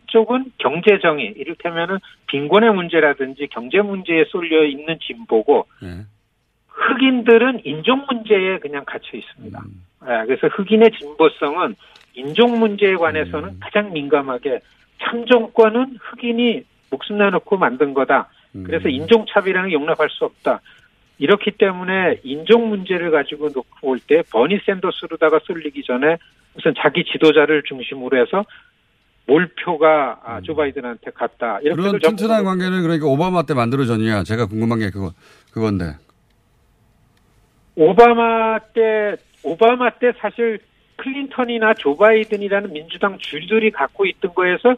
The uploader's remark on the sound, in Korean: 전화연결